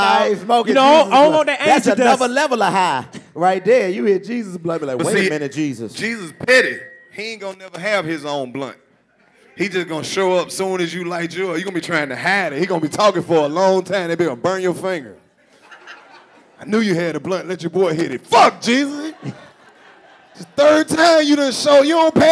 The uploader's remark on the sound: Live from Greenville Comedy Zone. The 85 South Show Live Comedy Show in Greenville.